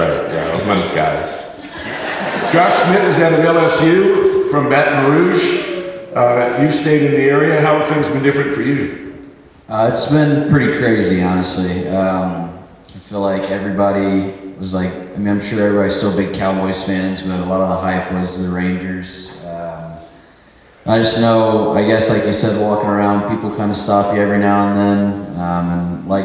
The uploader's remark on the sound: The conversation was recorded live at the Texas Sports Hall of Fame as part of the Lone Star Luncheon series and the 2024 Texas Rangers Winter Caravan.